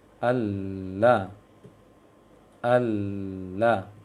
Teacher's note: ujung sisi lisan dengan gusi gigi seri atas · Term: lam